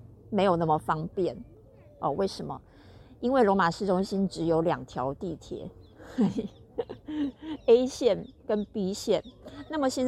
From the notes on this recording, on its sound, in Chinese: 羅馬終於有出現一個整天的晴朗了！臨時起意來到附近的大公園試試看錄音效果，聽起來不會是室內那樣乾淨的錄音效果，但絕對自然哈哈。其實已經努力修掉一些可能不舒服的聲音了。